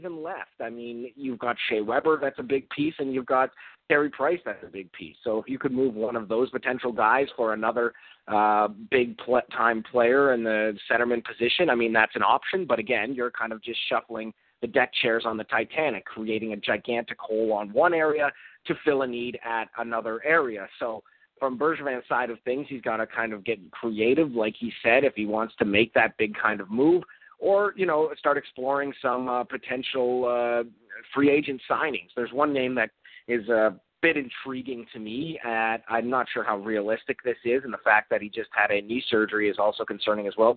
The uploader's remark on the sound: we take your phone calls